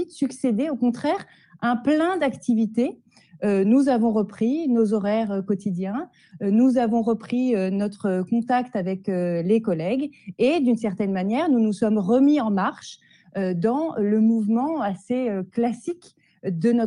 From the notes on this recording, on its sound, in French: lors d’une rencontre en visio